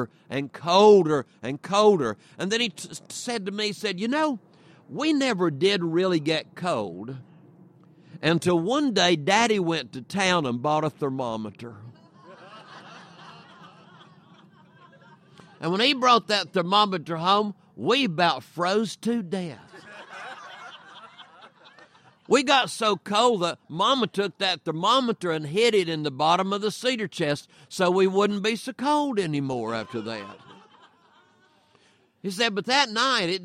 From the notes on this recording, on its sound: tales at the PowellsWood Storytelling Festival in Federal Way, Wash.